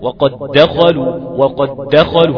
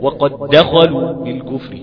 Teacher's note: في حالة التماثل، في حالة المتماثلان الصغير، عندنا إدغام، عندنا إدغام كامل.